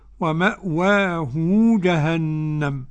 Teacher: وصل الإمام ابن كثير الهاء بواو